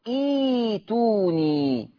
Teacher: طيب افرضوا همزة الوصل بدأت بها مكسورة، همزة الوصل بدأ بها مكسورة، طالما ان انا بدأت بها مكسورة هتبدل همزة القطع الساكنة ياء